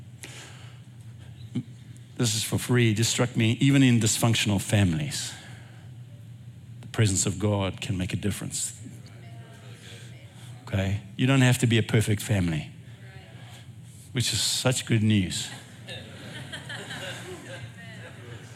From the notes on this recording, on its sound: Recorded at Northlands Church on June 18, 2023.